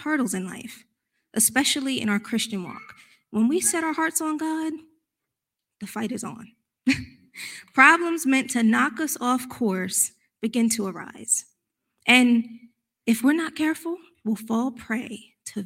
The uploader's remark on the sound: recorded live on March 13th, 2022 at Newark United Pentecostal Church.